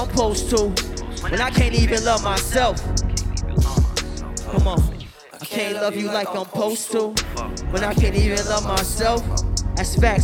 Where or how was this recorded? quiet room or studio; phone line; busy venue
busy venue